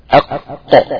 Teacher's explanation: القاف ما فيهاش احتكاك اصلا